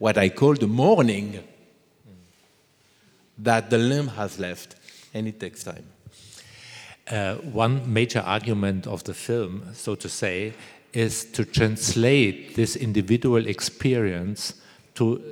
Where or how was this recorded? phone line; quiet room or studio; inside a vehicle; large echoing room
large echoing room